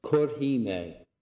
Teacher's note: you will often hear the future pronounced with a long I